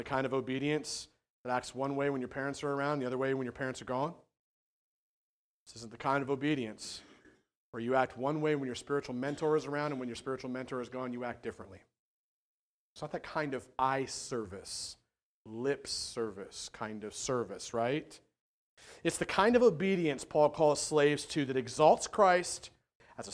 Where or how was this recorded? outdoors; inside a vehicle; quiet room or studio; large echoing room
large echoing room